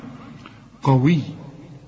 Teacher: القاف برضو تاني درجة من درجات التفخيم